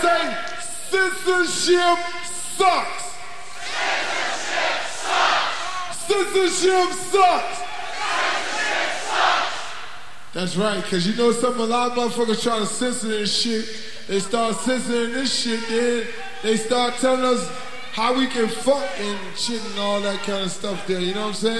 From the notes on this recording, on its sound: the second side of the live in concert tape